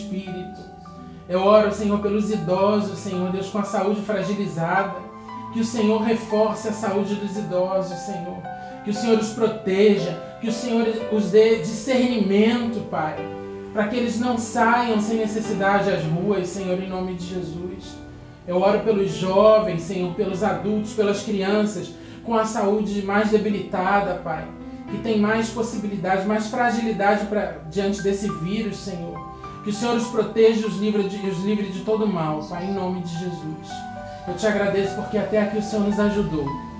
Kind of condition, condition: fault, phone or laptop microphone